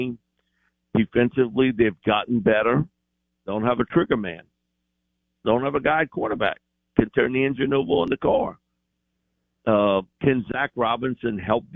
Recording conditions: phone line